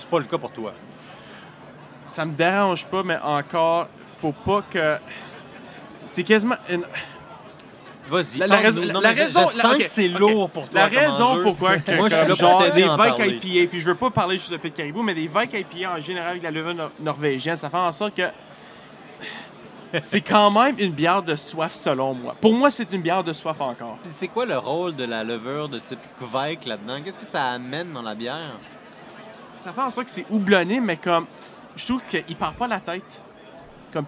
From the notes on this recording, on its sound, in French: Pour le temps d'une bière, votre animateur parle avec Pit Caribou, Pie-Braque et Hop Station lors du Festival des Brasseurs et des Artisans de Québec.